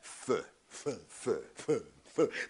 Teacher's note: a felső fogsort az alsó ajakkal hozzuk érintkezésbe